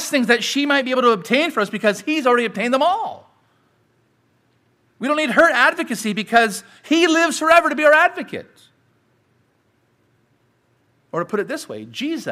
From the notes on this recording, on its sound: Sermon preached at Grace United Reformed Church